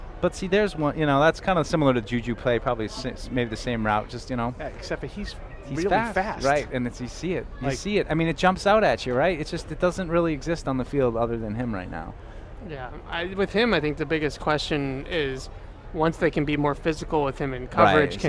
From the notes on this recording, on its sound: Training Camp Day 3 Live Show. Broadcasted live from Day 3 of Patriots Training Camp.